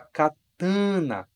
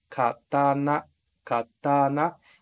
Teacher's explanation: Em português a gente fala katana, com esse an aqui, katana. Mas em japonês, em Nihongo, a gente deixa as vogais um pouco menos nasalizadas · Shown in: second take · Katana, katana, e não katana, ok?